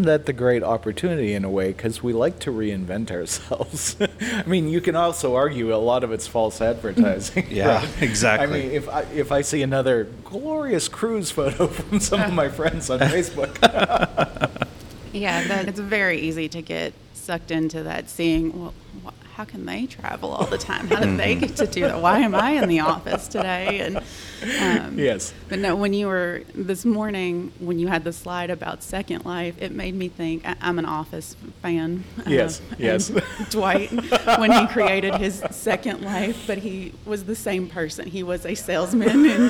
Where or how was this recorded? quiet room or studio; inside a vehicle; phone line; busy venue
busy venue